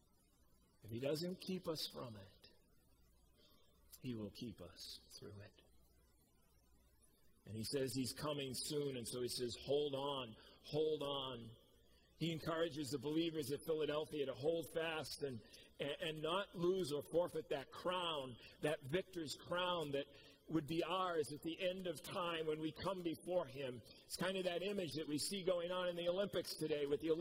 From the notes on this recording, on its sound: Preached at COMMUNITY Covenant on 8/8/21